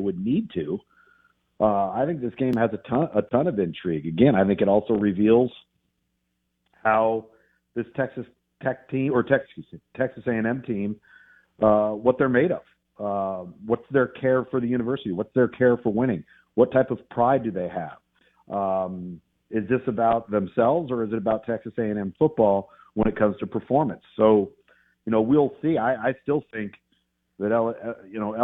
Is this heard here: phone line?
yes